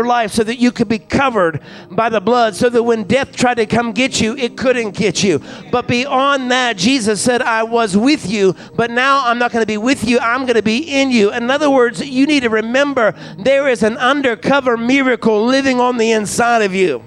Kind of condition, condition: setting, large echoing room